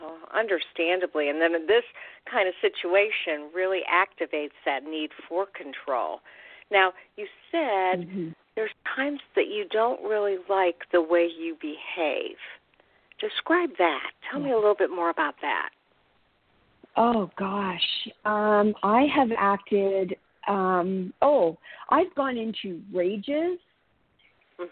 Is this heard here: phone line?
yes